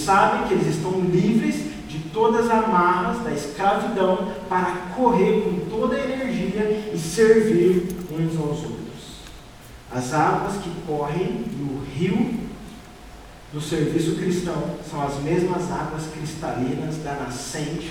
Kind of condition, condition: setting, large echoing room